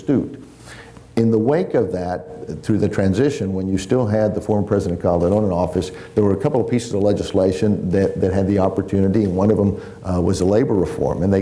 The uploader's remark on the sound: This event was recorded before a live audience in Austin.